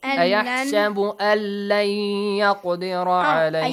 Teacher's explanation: Because tashdeed is on the top of lam, you have to join, okay? أيحسب أن لن. · Term: idgham rule